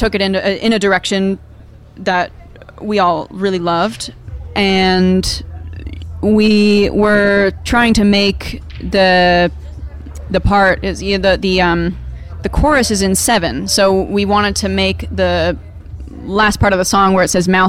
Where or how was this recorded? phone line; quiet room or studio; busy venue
busy venue